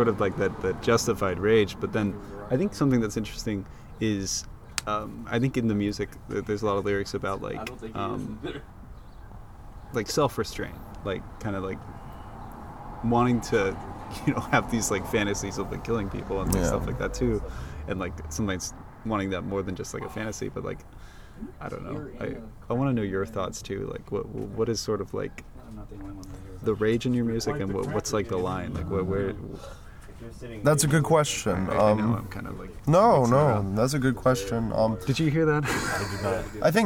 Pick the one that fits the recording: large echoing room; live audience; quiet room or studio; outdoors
outdoors